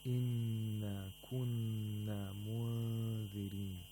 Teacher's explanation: we have the ikhfa also of the noon sakin and the word munzirin, which is the third ghunna in this phrase